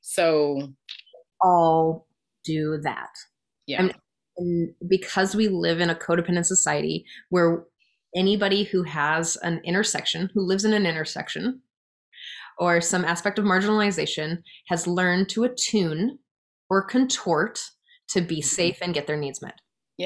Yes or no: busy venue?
no